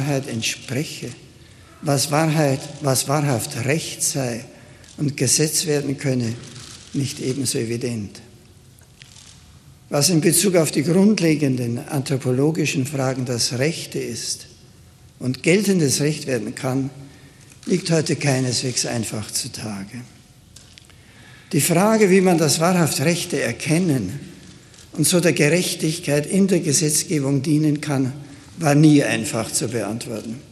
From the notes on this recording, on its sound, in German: Mitschnitt des Rede vom 22.9.2011 im deutschen Bundestag.